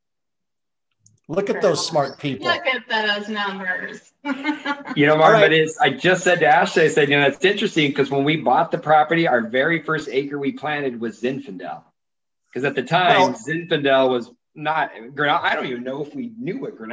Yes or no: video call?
yes